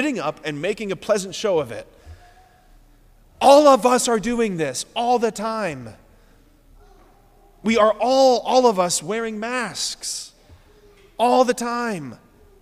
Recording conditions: large echoing room